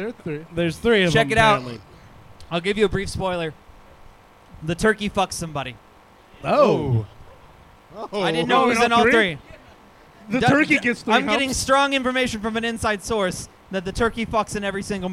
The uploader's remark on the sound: In this Live episode from 10 Sports Bar